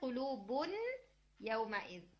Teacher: नाकिस का वर्ड नुक्स से है, इसमें 50% नून रहता है, नून अपना मखरज तो नहीं बाकी रखता, मगर अपनी क्वालिटी में से जो गुन्ना की क्वालिटी है ना उसको रखता है · Term: नाकिस इदगाम